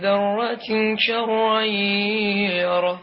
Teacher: إخفاء، إخفاء مقدار تغن مقدار حركتين